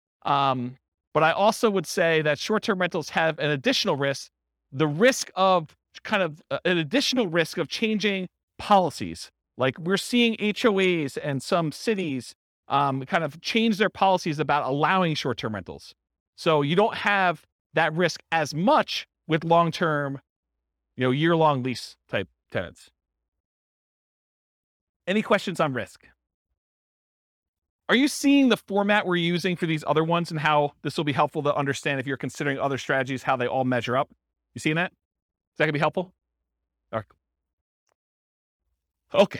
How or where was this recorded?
live audience